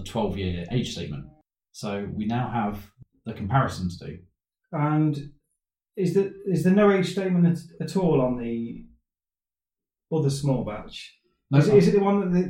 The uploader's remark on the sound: We don't know why this episode sounds like we recorded in a tunnel. Normal sound quality will return next time we hope.